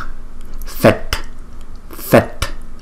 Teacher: chữ t có dấu nặng chúng ta phải đọc cong lưỡi và đọc cái hơi từ trong cuống họng, chúng ta đọc ra fet